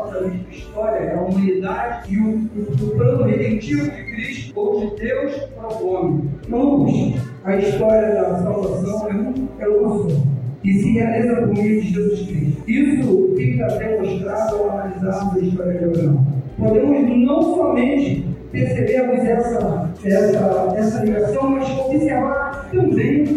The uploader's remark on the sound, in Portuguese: Aproveito a oportunidade para me desculpar pela qualidade do áudio.